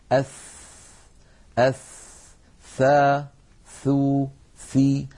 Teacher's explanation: هذه الثاء لو لاحظتم يتدفق معها هواء، فهي حرف مهموس لأنها من حروف سكت فحثه شخص، وهي حرف رخو يعني يجري معه الصوت.